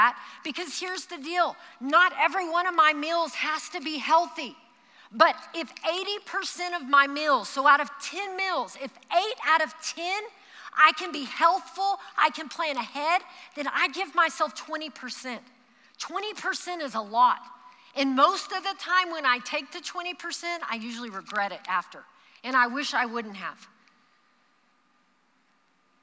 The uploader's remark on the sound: Recorded live during our Wednesday night service